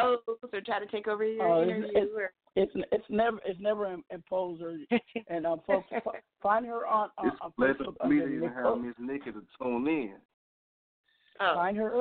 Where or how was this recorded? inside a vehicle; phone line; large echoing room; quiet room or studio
phone line